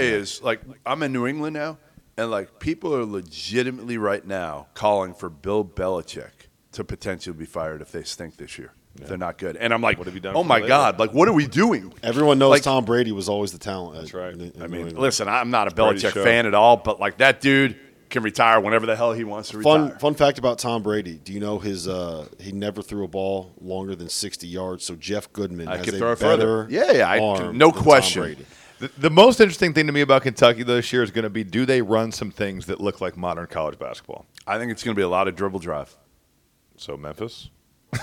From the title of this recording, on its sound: Live from the College Basketball Hall of Fame!